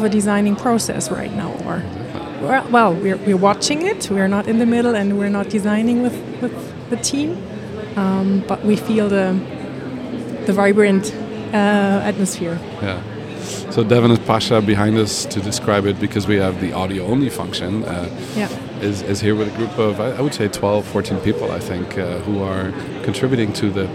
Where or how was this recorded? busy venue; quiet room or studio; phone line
busy venue